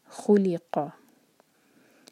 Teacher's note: قاف منہ بھر کر پڑھیں گے اور حلق سے